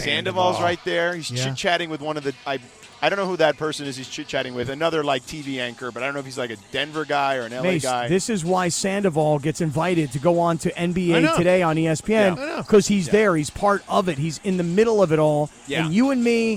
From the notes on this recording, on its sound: Live from the Arena in Denver. Is here in Studio!